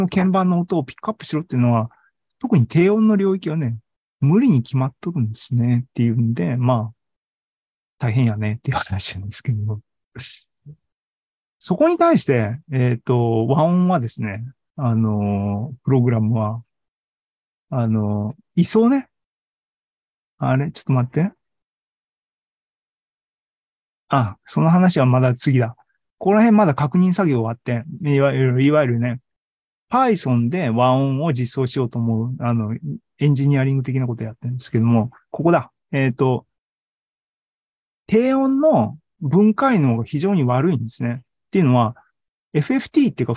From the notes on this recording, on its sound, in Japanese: ２０２２年１１月３０日に開催した ZOOMライブの模様です。